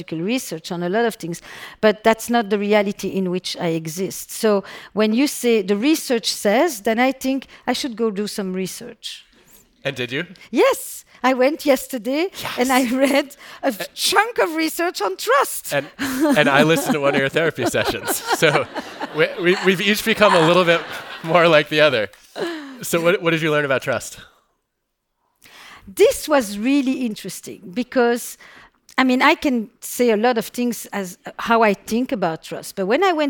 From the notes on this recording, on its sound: recorded in front of a live audience